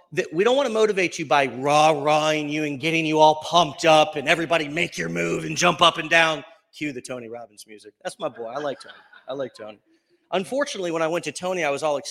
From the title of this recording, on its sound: LIVE From Mastermind in Orlando, FL